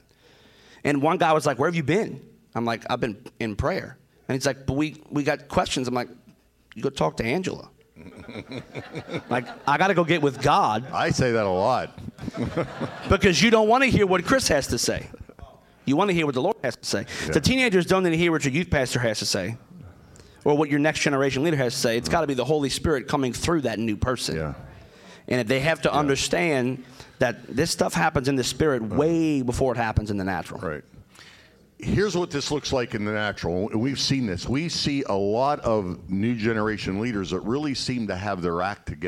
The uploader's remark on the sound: Session 6 from NRP's 2022 Winter Leadership Conference